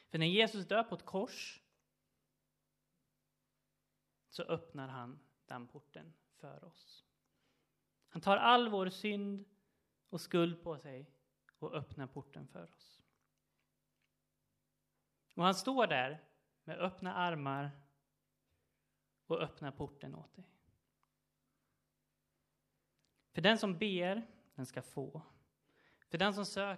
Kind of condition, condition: setting, large echoing room